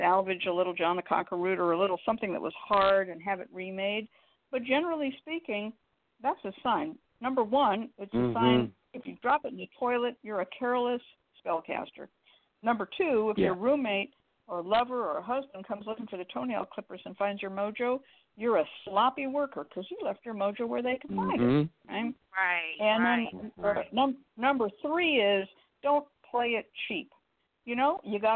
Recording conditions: phone line